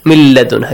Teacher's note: You skip noon, you merge it to lam.